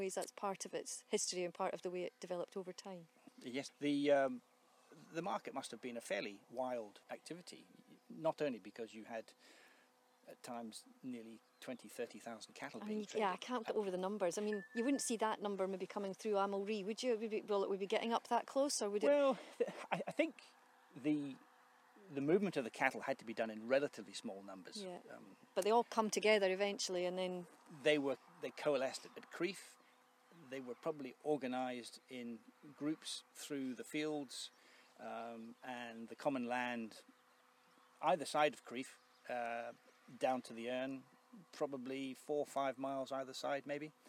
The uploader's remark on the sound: As part of Strathearn Festival of the Arts. As they walk the Drove Roads of Strathearn.